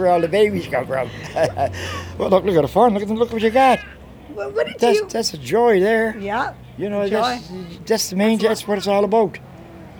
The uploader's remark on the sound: Sydney, Cape Breton. Takes us for a stroll down Charlotte Street.